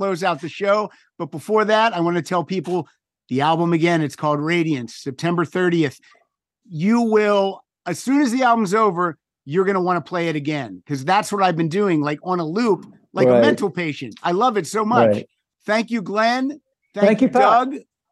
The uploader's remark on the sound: back to the Zoom Room